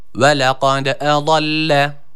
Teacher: del harfimizde sakin olduğu için kaidemiz gereği kalkale yapmamız gerekiyor.